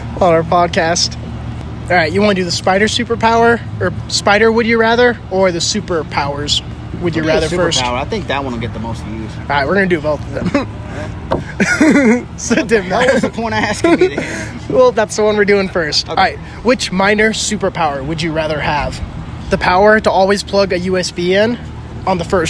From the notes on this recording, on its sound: Live from Dive Bars across America!